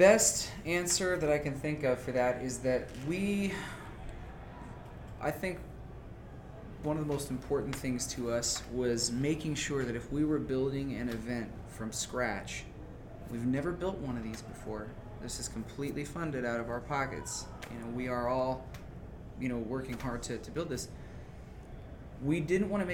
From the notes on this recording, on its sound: Live at Anime Magic 2019 Interview.